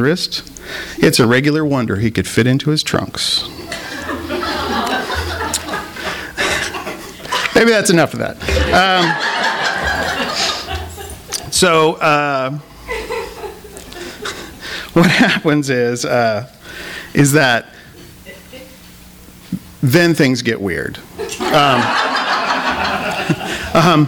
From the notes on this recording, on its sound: Our second in a series of rant/rave nights featuring local authors talking about books that they love or love to hate! THIS EVENT WAS RECORDED LIVE AT SKYLIGHT BOOKS JUNE 16, 2010.